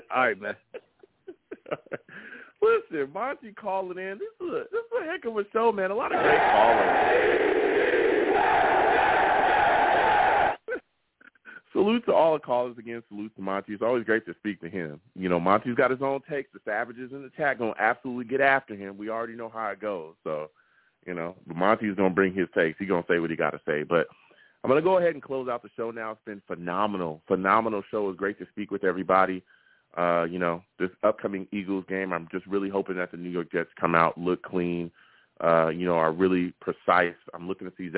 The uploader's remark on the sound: I also take live callers!